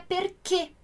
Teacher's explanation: esse acento é um acento, como se fosse o nosso acento circunflexo. Ele dá o som fechado. Então, a pronúncia correta mesmo seria perché.